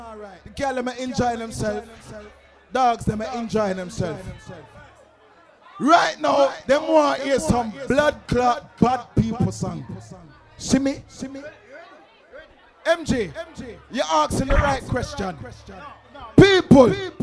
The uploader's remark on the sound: Live Audio from The Link Up Recorded on Friday 25th March 2022.